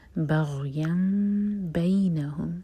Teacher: میم کو پڑھیں گے ہولڈ کریں گے، اس کے بعد با · بغیا بینہم، یہ ورڈ تھا بغین، اور اس کے بعد بینہم، تو تنوین کے بعد با آ رہا تھا تو تنوین کا ساؤنڈ میم میں چینج ہوگا, یہاں پر یہ اقلاب ہے، میم کو پڑھیں گے ہولڈ